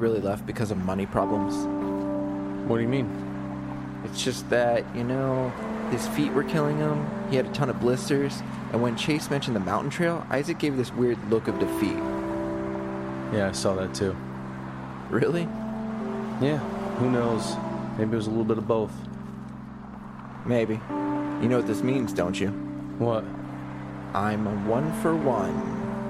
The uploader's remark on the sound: While resting outside a small convenience store.